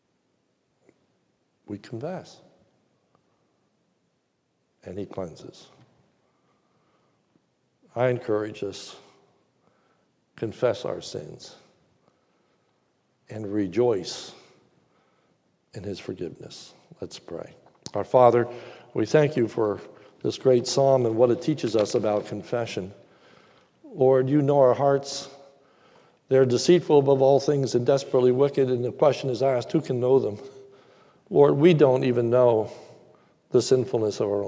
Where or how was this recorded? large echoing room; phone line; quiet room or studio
large echoing room